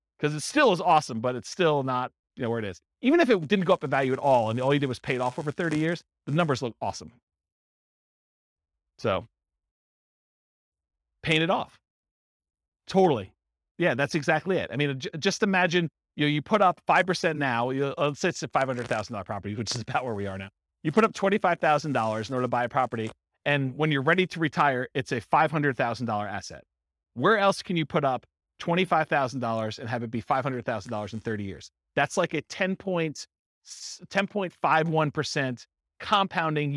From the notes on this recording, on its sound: This was a live class recorded in Fort Collins for buy and hold real estate investors.